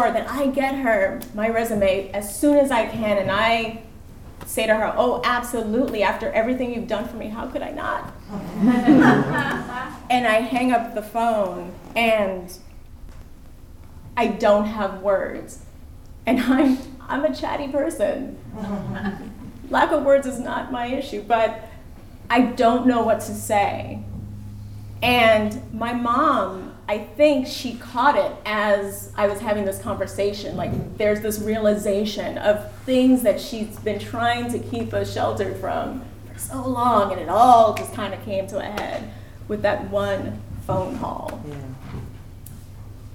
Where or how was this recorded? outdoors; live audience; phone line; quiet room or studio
live audience